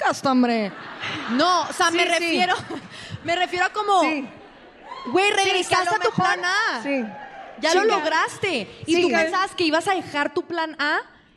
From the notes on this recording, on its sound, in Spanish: que grabamos en CDMX desde el Lunario del Auditorio Nacional con público en vivo